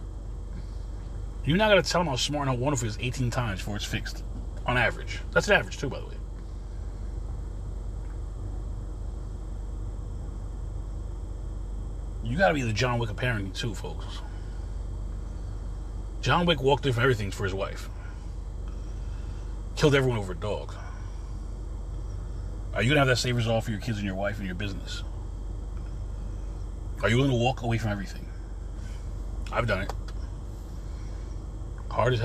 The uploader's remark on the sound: In this CarCast